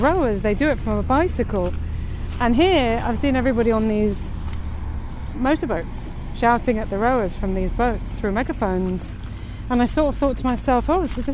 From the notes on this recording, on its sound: River Thames, Richmond. This podcast is recorded in 3D sound! Join her out and about as she captures those small, magical moments of everyday life, in sound.